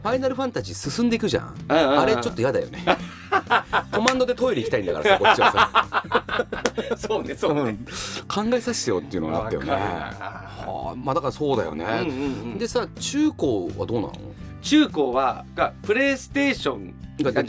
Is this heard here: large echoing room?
no